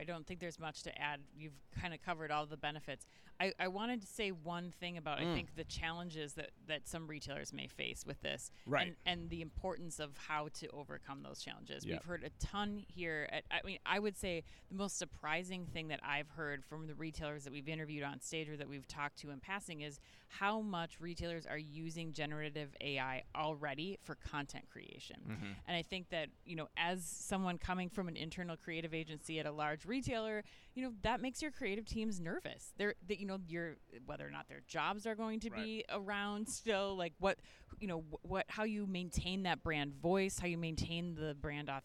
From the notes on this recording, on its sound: live from Shoptalk Europe in Barcelona